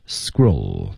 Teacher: scroll 尾音舌尖抵上齿的这个上颚的位置